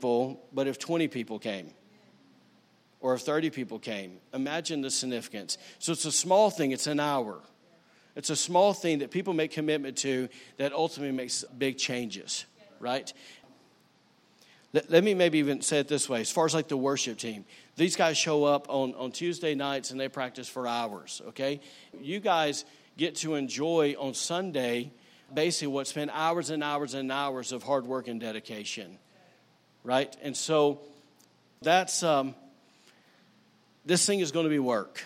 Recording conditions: large echoing room